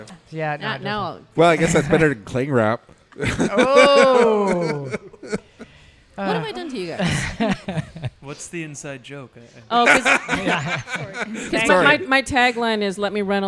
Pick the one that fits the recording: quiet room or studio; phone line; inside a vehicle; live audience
live audience